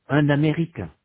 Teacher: The consonant N is pronounced between un and américain, un américain. · Term: liaison